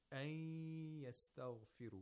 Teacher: The Nun Sakina is not pronounced, and the Ya is pronounced with both Tashdeed and Ghunna. · Term: Idgham